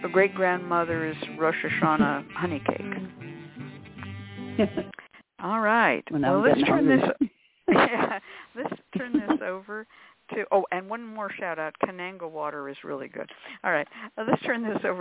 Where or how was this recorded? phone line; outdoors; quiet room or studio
phone line